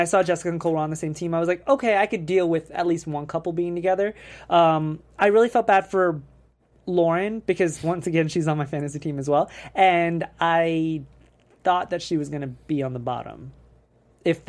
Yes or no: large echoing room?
no